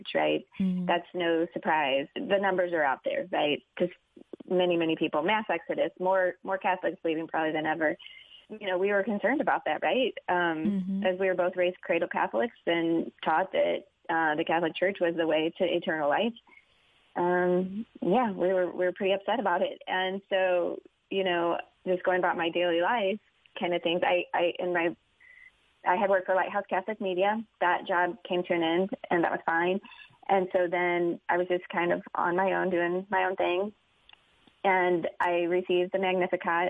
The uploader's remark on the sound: met by phone